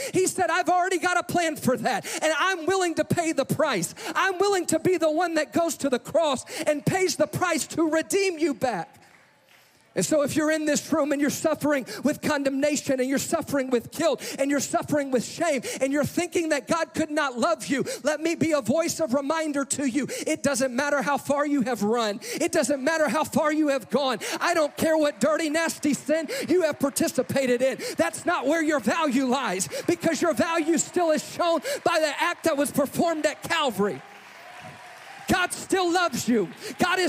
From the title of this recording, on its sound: Live! - NAYC Experience at The Sanctuary